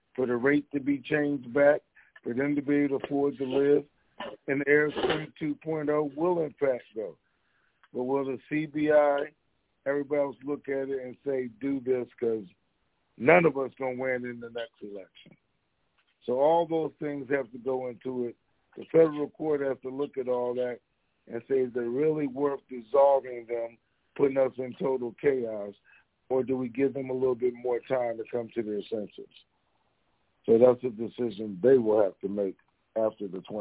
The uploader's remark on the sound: TNTSuperfantastic Conference Call.